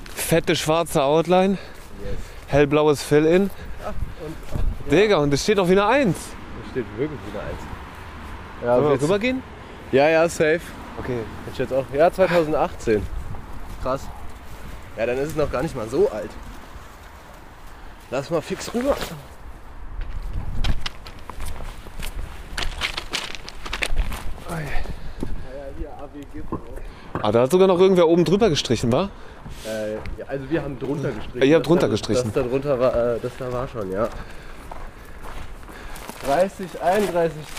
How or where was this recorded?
outdoors